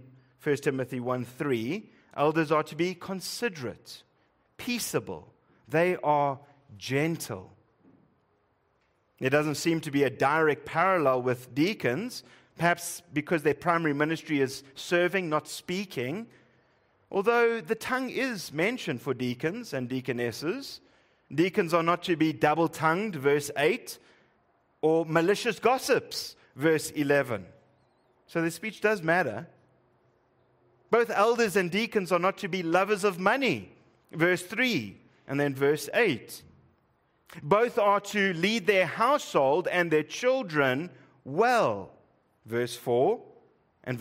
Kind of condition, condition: setting, large echoing room